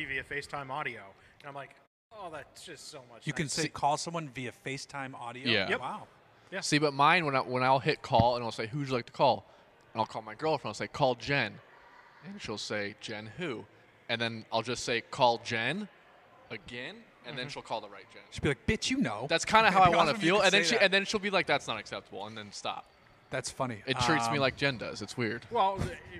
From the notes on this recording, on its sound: We're recording at 4 Sons Brewing once again